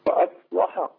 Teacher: عايزك تبين تغليظ اللام فأصلح بينهم